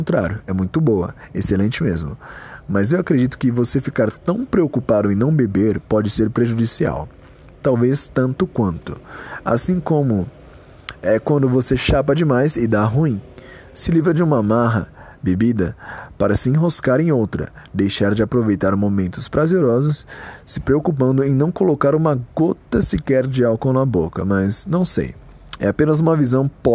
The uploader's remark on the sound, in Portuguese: ÁUDIO TERRÍVEL, NÃO ESCUTE. Gravado no celular.